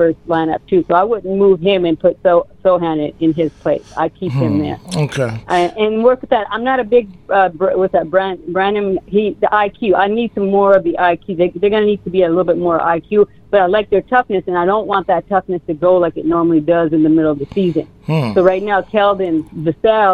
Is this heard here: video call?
no